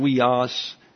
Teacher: So the first letter there is a U. Actually, it's a diphthong, and it's UI. And it's got a W sound, weos. And you add the rough breathing, it's huios.